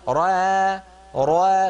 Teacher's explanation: أنت تقولين را را، تفخمين الراء وتعودين فترققين الألف. أترك الألف مفخمة.